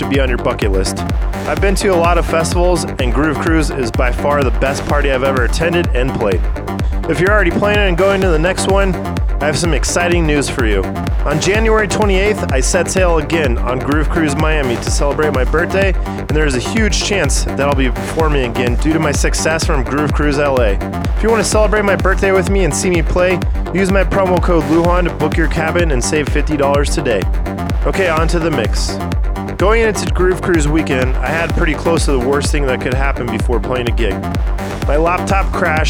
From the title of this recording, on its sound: Live on GCLAX Night 1